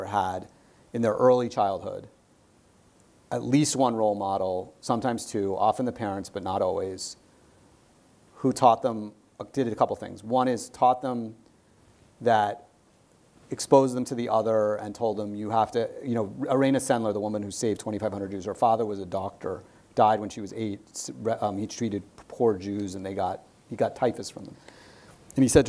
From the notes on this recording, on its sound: our in-person event